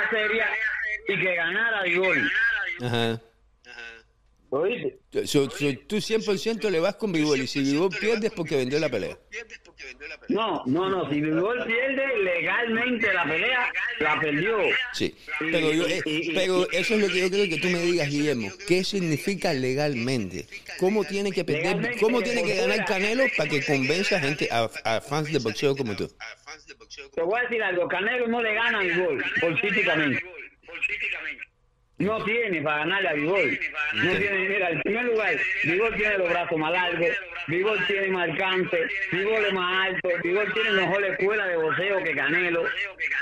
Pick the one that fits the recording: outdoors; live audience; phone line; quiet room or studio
phone line